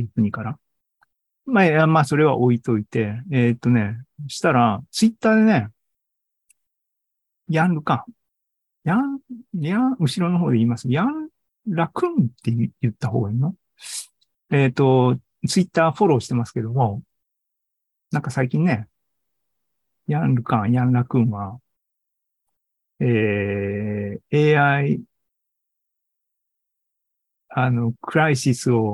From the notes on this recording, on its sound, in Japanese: ２０２３年６月２４日に開催した ZOOMライブの模様です